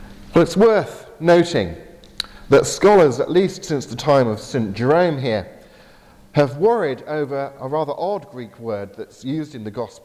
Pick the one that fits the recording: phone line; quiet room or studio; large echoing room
large echoing room